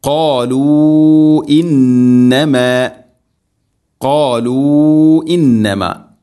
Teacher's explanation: ഇവിടെ മദ്ദിൻ്റെ അക്ഷരമായ വാവ് ശേഷം ഹംസ അടുത്ത പദത്തിലാണ്. മദ് മുൻഫസ്ല്, നാലോ അഞ്ചോ ഹർക്കത്തിൻ്റെ ഖദറിൽ നീട്ടാവുന്ന മദ്ദാണത്. ഖാലൂ ഇന്നമ, ഇങ്ങനെ ഇന്നമ നൂന് ശബ്ദമുണ്ട്, മണിക്കണം.